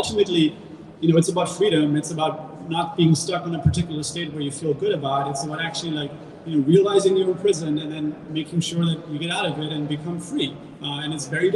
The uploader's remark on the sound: a conversation from January 2022 recorded at The Hugh in Midtown hosted by CryptoMondays